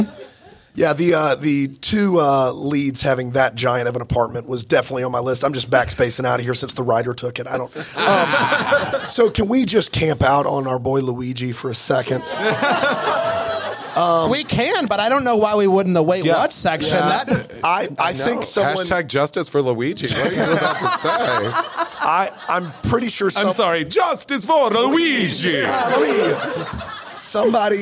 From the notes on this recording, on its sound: LIVE from ATL. LIVE in Atlanta!